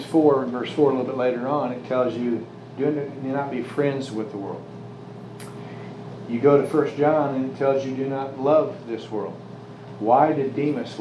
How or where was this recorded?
large echoing room